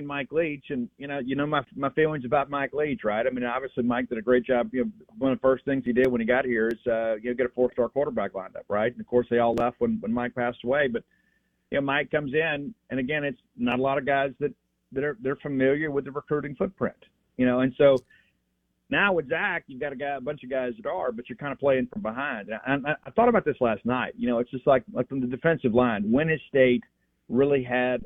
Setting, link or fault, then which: link, phone line